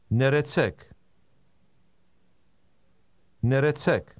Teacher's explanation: Did you hear the rolling R? This is common in Armenian.